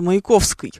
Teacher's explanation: Произносили в окончаниях «ы» на твердый манер · Term: московский говор